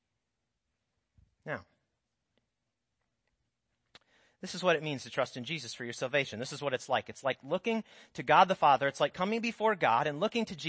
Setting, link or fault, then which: setting, large echoing room